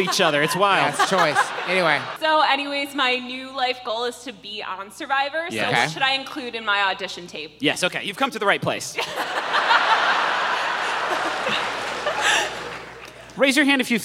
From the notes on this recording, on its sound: This live show, from our recent tour stop in Pittsburgh. We unknowingly distributed 100 KFC Doughnut Chicken Sandwiches to our audience.